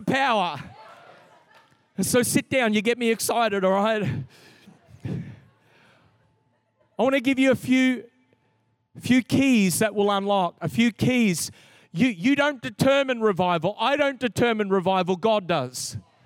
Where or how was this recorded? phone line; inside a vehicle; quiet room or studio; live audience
live audience